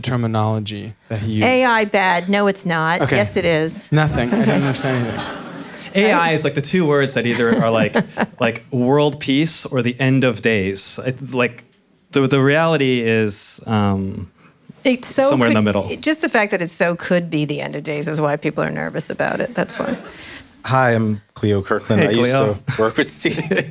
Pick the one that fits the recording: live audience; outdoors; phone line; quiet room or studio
live audience